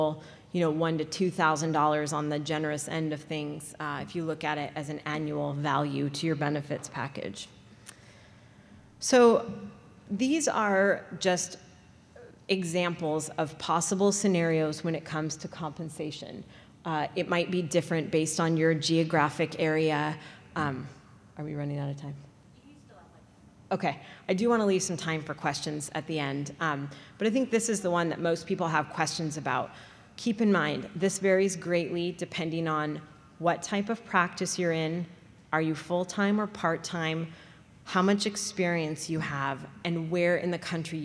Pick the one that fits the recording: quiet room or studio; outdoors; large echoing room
large echoing room